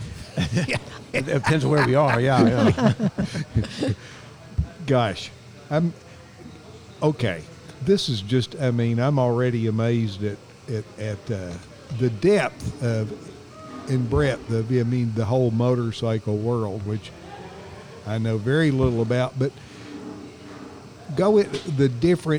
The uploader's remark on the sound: This episode was recorded at Sanctuary Brewing Company in Hendersonville, North Carolina.